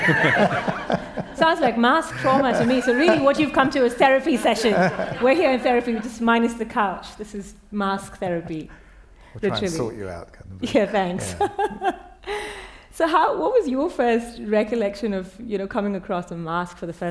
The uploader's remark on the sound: Live podcast from Q Theatre. Went live in front of an audience at the Podfest at Q.